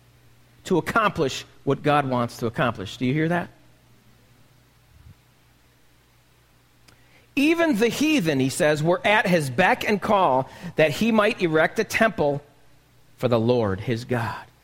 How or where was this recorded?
large echoing room